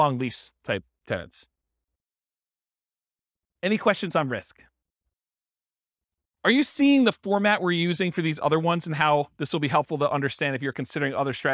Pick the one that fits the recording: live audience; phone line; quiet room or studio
live audience